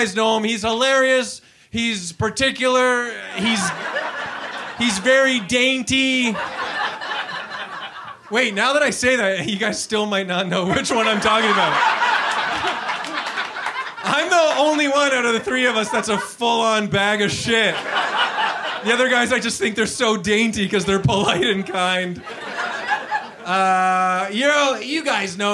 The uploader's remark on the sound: Here it is: our first ever live episode! Dazzle a sold-out crowd. At Comedy Bar in Toronto.